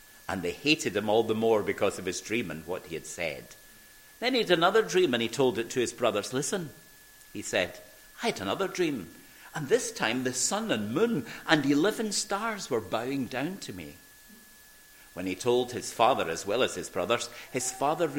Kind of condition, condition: setting, large echoing room